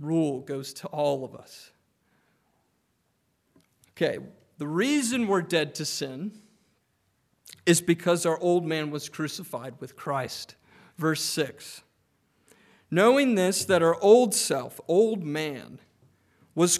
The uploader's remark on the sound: Preached on January 14, 2024 at Trinity Presbyterian Church